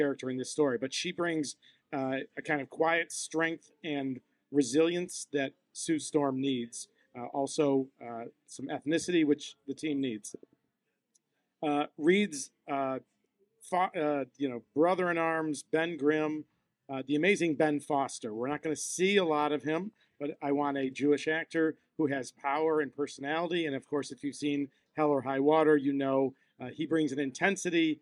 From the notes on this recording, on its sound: This time live from Bullfinch brewpub in Destiny, USA, Syracuse, New York.